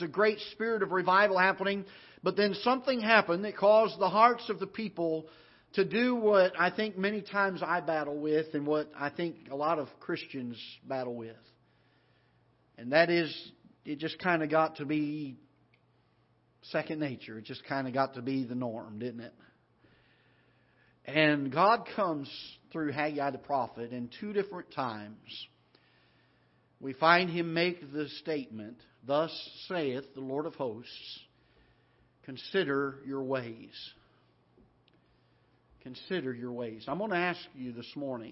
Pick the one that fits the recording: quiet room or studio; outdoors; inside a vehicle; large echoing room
large echoing room